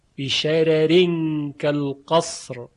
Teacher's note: و همچنین در سوره مرسلات کلمه بشرار که رای اول اون قاعدتا تفخیم میشه، اما ورش به لحاظ هماهنگی با رای بعدی که ترقیق میشه رای اول رو هم مرقق خونده است